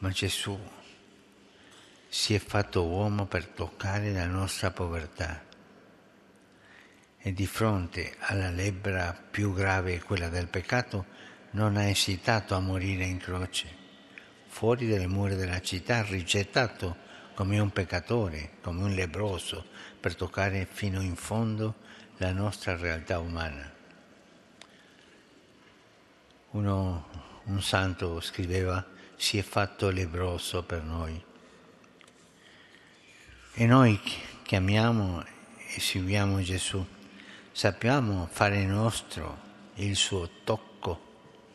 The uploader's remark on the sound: FROM SAINT PETER BASILICA, HOLY MASS WITH THE CANONIZATION CEREMONY